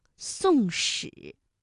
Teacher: 比如说像宋史，它的声母呢分别是思和诗，这是平舌音和卷舌音之间的连读。